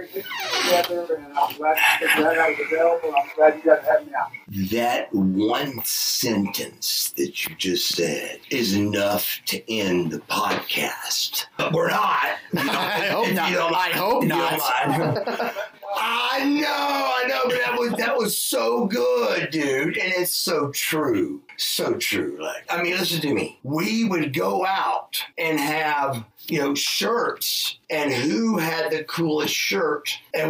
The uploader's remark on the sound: AUDIO IS A LITTLE IFFY BUT I ADJUSTED ENOUGH TO WHERE IT IS AIRABLE.